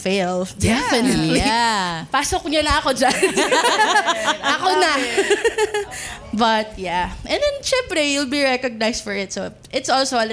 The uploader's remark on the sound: Part deux of the live show recording.